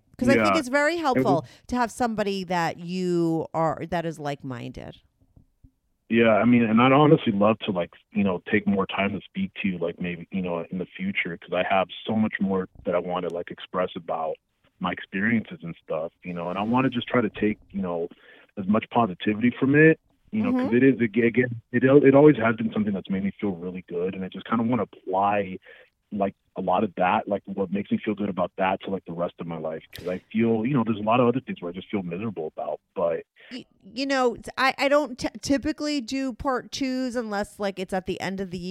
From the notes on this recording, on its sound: called in to talk all about it